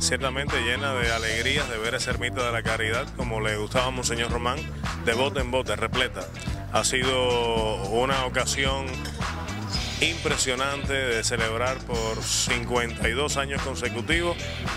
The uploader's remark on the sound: ON THE STREET. FIESTA A LA VIRGEN DE LA CARIDAD 2013.